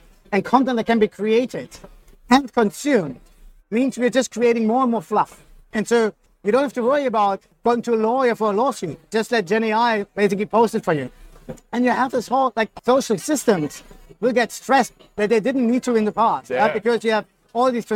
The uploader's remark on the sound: Recorded live at the Agile Australia Conference.